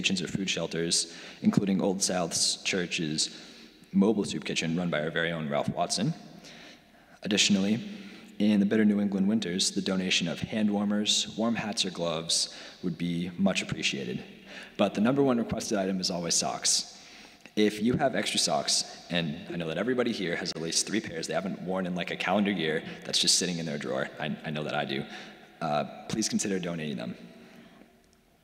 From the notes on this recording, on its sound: Sermons from Old South Church in Boston